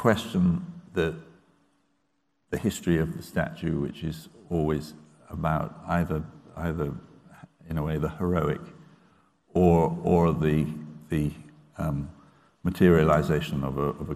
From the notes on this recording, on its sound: Catch up on this event from the Benjamin West Lecture Theatre.